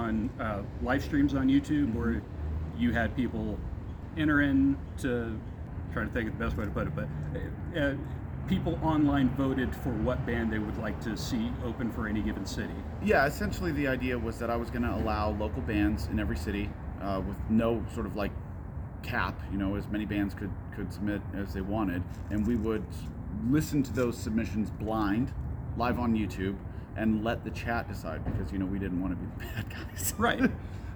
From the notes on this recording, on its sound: The interview took place on October 29th, 2022, on the front patio of VIVO Live Events in Overland Park, which is next to a huge parking lot, so there is a lot of traffic noise.